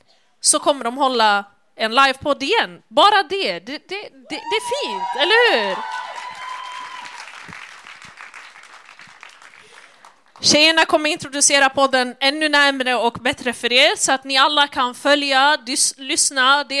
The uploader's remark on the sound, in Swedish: Vi fick äran att livepodda. I detta avsnitt får ni höra vår livepodd.